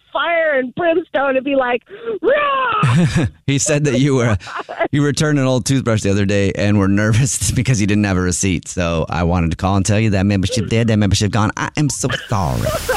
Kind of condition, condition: link, phone line